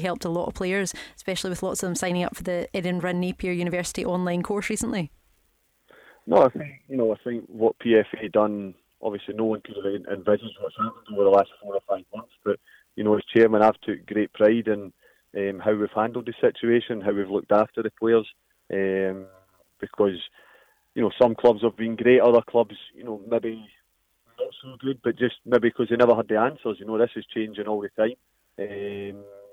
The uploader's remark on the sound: Joins us on the phone in another packed show.